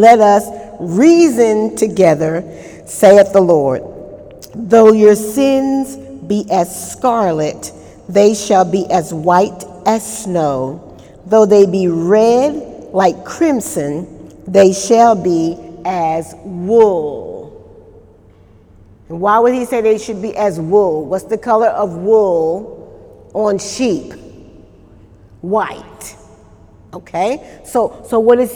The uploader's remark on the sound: During Wednesday night service on October 1, 2018.